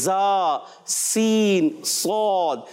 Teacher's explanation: اس کا مخرج ہوتا ہے زبان کی نوک، بالکل باریک نوک